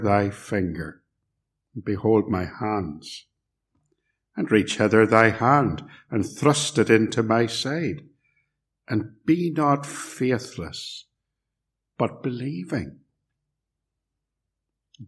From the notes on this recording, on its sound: Message preached at Ballymacashon Congregational and Templepatrick Reformed Church, - recorded at Templepatrick